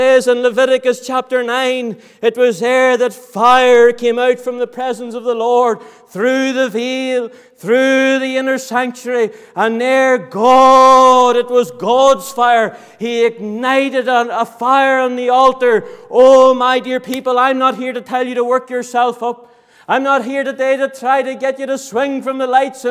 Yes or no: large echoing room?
yes